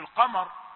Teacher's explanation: القاف مفخمة والراء مفخمة موقوفا عليها في حالة الوقوف مفخمة، فلا تظلم الميم وتجعلها ولا تجعلها من المفخمات.